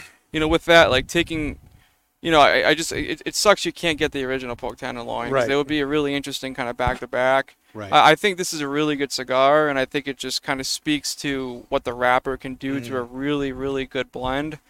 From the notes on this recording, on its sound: As we air live from the deck of the 7-20-4 Lounge! Recorded live at the 7-20-4 Lounge in Londonderry, NH.